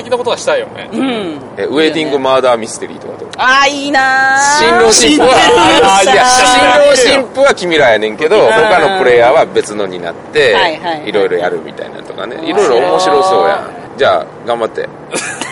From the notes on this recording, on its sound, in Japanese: 2019年ゲームマーケット春1日目終わりで収録したお台場橋の上回